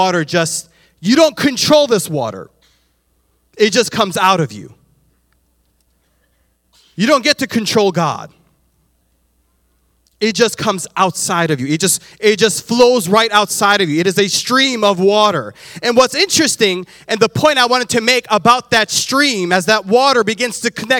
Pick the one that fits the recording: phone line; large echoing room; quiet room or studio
large echoing room